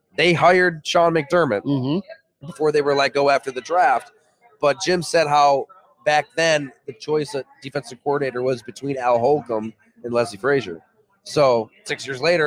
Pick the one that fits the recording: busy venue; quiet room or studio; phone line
busy venue